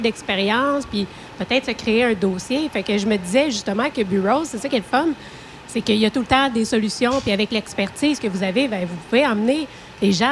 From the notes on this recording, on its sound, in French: En direct du Relais Routier Petit. Le truck stop accueillait Burrowes, Traction et TruckPro qui ont offert des repas gratuits aux camionneurs pour les remercier de leur travail en période difficile de la Covid-19.